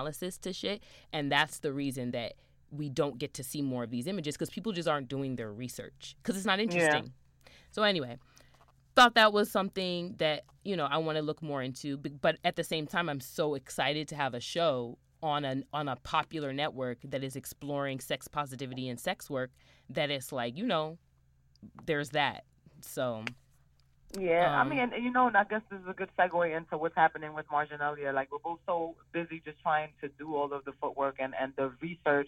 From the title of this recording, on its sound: The Phone Call